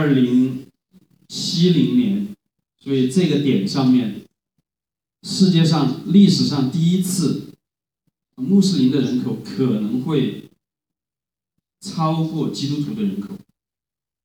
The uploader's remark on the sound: Living Stone Chinese Community Church. Preached at Living Stone, Sunday 2018-01-28.